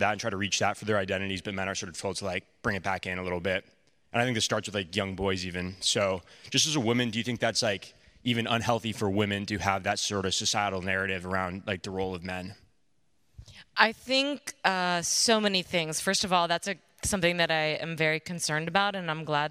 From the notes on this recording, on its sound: LIVE! Smoke 'Em Does Dallas. It was 15 minutes before sound check when my daughter and I decided to scoot around Old Parkland for a few minutes. Maybe 15 people, all dudes, in button-down shirts but not fancy. We brought our cocktails with us for sound check.